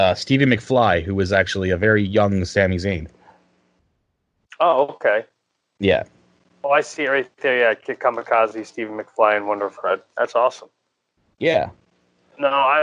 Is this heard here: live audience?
no